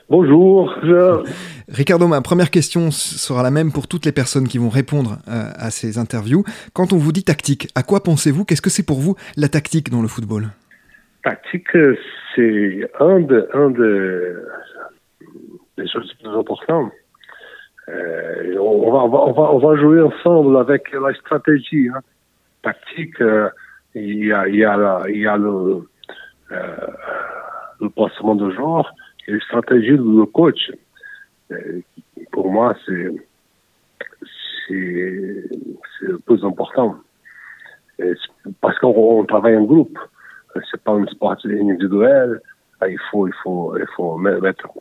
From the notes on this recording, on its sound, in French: Il nous a répondu par téléphone depuis son pays.